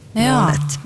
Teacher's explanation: Och det är det som sker när den lyd som egentligen är stämt, sån som d, går det lyd, blir till en ustämt lyd, sån som t, går det inte något lyd. Så då har alltså den här D:n i slutet av månad blivit till en ustämt t. · Term: utlydshärdning